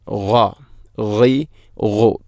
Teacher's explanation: തൊണ്ടയുടെ ഏറ്റവും മുകൾ ഭാഗം · Term: ഗൈന്